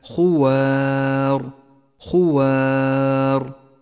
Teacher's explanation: جاءت مرققة لأن حرف الواو الذي قبلها مرقق، والألف تتبع ما قبلها في الترقيق والتفخيم · Term: الألف المرققة